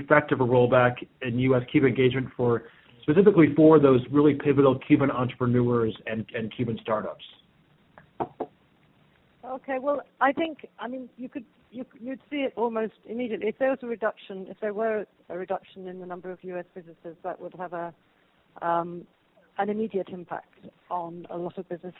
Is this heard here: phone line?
yes